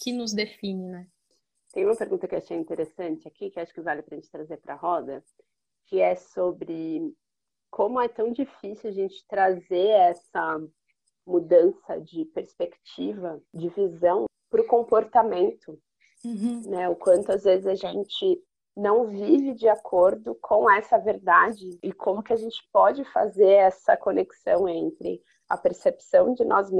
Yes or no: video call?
yes